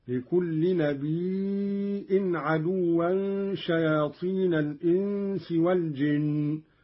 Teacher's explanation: قرأ قالون بهمز الياء من النبأ وهو الخبر: لكل نبي عدوا شياطين الإنس والجن، ويصير عنده مدا متصلا.